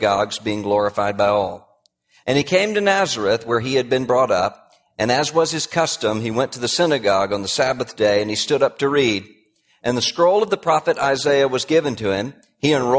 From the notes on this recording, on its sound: Address at Capitol Hill Baptist Church in Washington, D.C. About 200 key evangelical and political leaders were there.